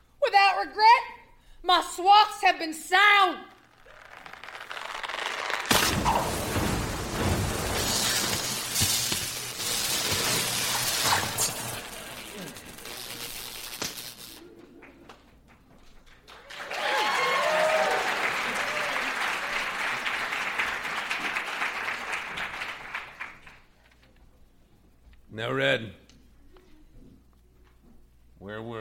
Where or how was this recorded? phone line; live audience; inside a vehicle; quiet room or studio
live audience